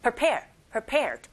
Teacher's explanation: 이 prepared는 살짝 여러분들 들으실 때 pre로 들리지 않고 pre가 아니라 per, 거꾸로 들리는 경향이 있어요. 그래서 prepare, prepared 이렇게 들리기도 하고 여러분도 발음하실 때 한번 그렇게 발음해보세요.